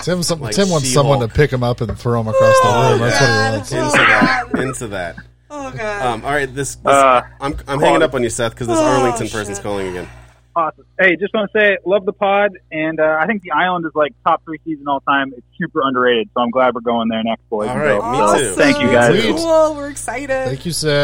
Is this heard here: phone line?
yes